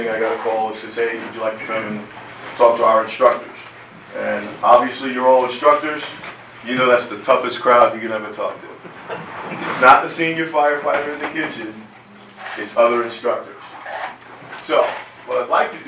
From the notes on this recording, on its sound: The audio is basic. It was live and not planned to be recorded.